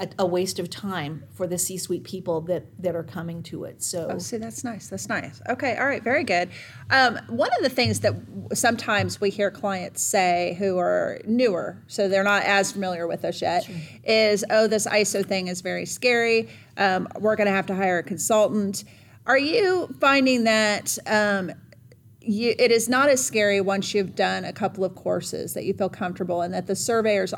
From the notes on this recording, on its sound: This episode was recorded during our 2022 DNV Healthcare Symposium.